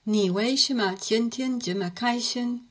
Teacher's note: the 为 and 这 could be a little bit more pronounced. They were more like a fifth tone, really. And so just add a little bit more of that fourth tone emphasis.